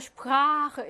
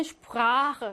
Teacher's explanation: 슈프라헨은요, 원래는 짧아야 하지만 예외적으로 길게 아 하고 발음합니다.